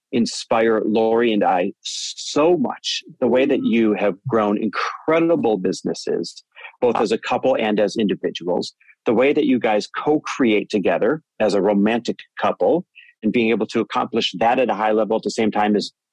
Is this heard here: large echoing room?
no